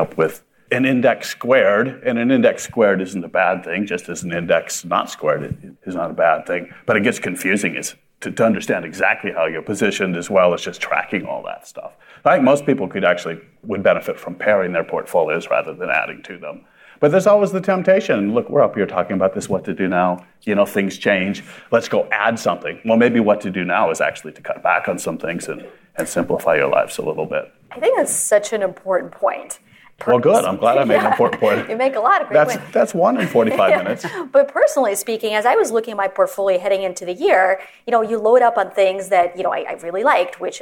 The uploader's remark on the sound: Live from Investor Connection. A live event last week.